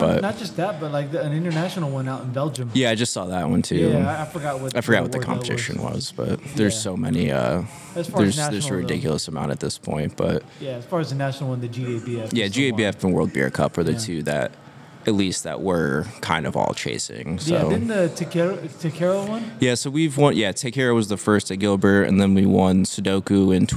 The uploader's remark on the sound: Recorded at Tap That Downtown, a self-serve beer bar in Downtown Phoenix.